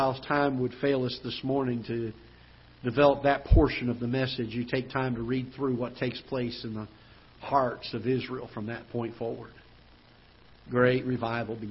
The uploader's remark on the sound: Ketha Heights Baptist Church ~ Live Broadcast